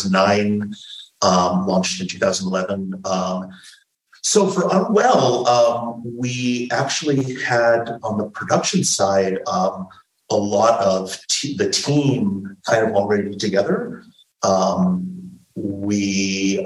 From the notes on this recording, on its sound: We're so excited to share this live recording of one of our talks at the 2022 University of Pittsburgh Queer Horror Week! This talk was recorded live in a classroom- so the audio is a little rougher than our usual fare.